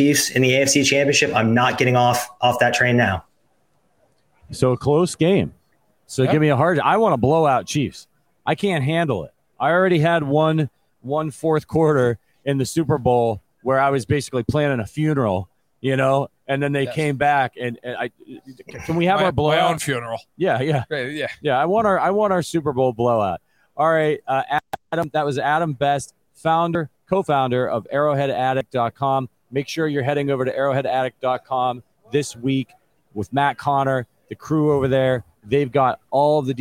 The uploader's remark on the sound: Live from Super Bowl LVII - Day 3